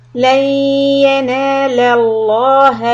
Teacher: the لفظ جلال لام is going to be heavy